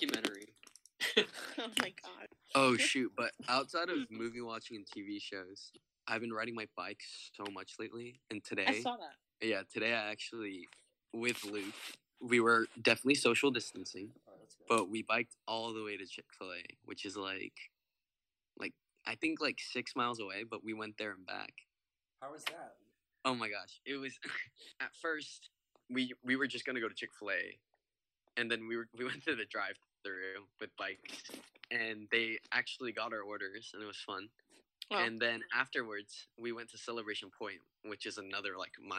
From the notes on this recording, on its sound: Please mind the audio! The team is working on getting the perfect audio, we must start somewhere!